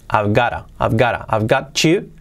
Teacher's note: La T como re suave y nos sale ese I've got to contraído